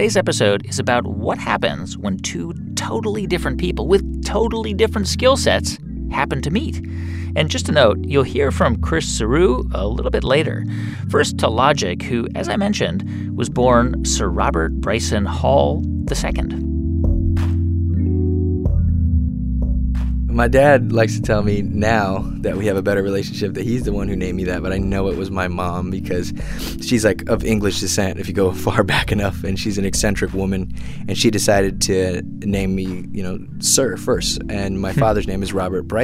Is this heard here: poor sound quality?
no